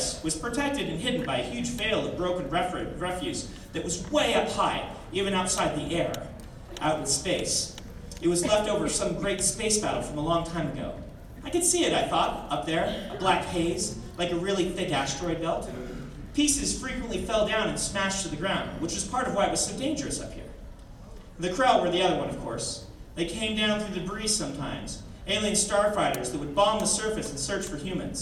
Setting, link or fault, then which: setting, live audience